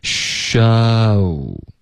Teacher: sha 开头嘴巴会张开，然后后面再嘟嘴